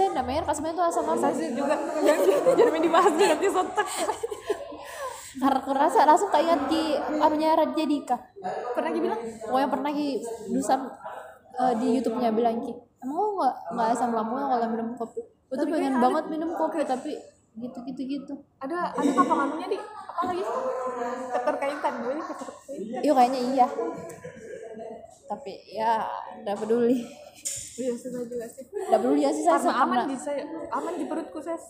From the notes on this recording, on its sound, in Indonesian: Maaf kalo backsound-nya berisik, soale belum ada studio nich.